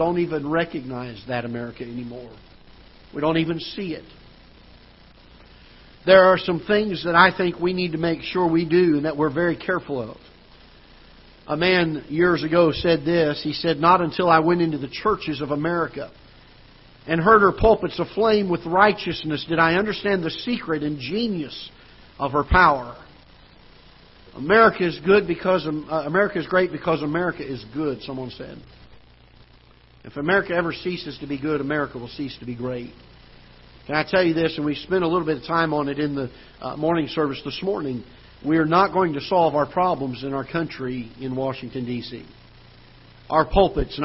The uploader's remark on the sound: Ketha Heights Baptist Church ~ Live Broadcast